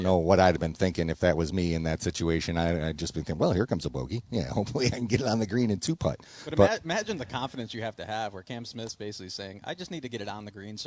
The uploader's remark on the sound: Tee 2 Green live from Glen Oak Golf Cub